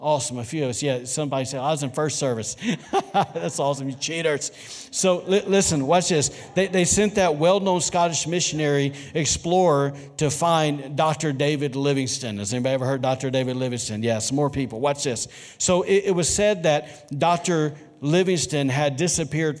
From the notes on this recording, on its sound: was recorded on Sunday, January 12, 2020, during service at The Anchor Church in Rockport, Maine.